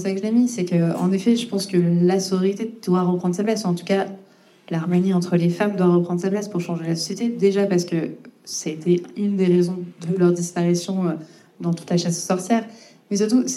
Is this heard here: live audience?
yes